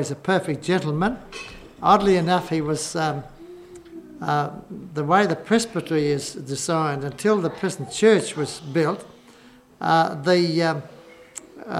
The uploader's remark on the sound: Just before I say grace. Because there's quite a number of speeches later this afternoon. (SOUNDS OF MERRY CONVERSATION, CLINKING OF CUTLERY).